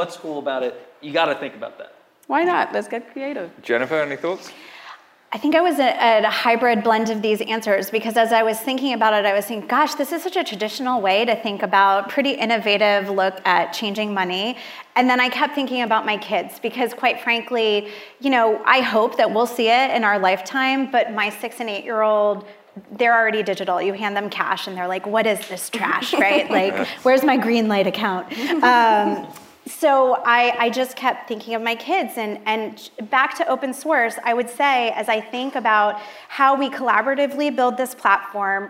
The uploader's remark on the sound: Live onstage panel as part of Empire Startups New York FinTech Week! Originally recorded for Fintech Insider podcast.